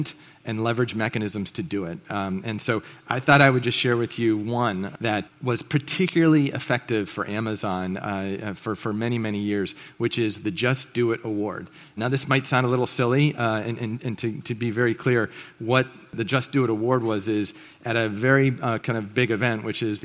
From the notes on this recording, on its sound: This presentation was recorded at The Scaleup Offsite, an event focused on scaling companies co-hosted by Greylock Partners and YC Continuity.